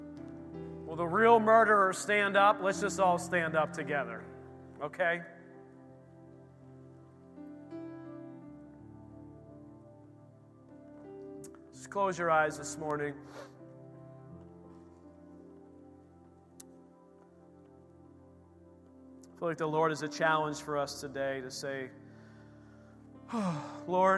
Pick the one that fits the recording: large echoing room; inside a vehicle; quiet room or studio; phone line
large echoing room